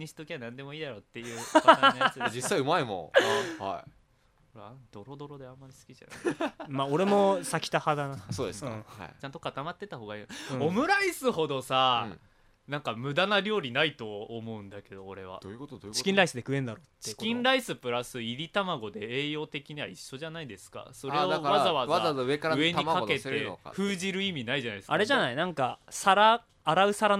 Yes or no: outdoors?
no